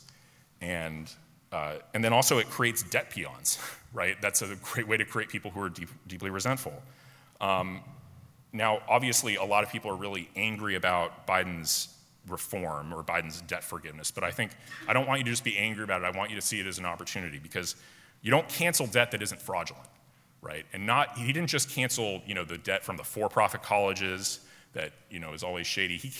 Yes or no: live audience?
yes